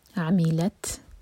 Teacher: تا پر سکون تو تا پر ہمس